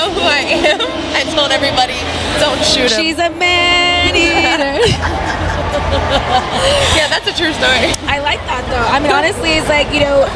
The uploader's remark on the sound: recorded during Exxotica convention